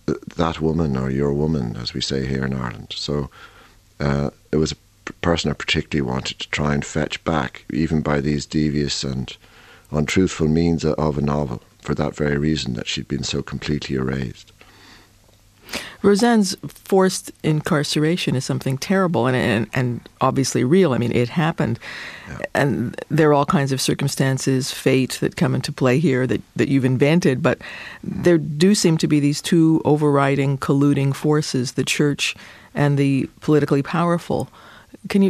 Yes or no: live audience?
no